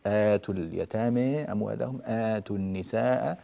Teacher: المد الطويل الست حركات مش كما تقرأ، هي أقل قليلا